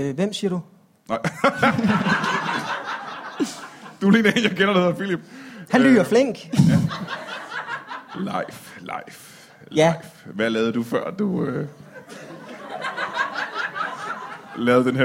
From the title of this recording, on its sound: Odense Spoken Word Festival Special LIVE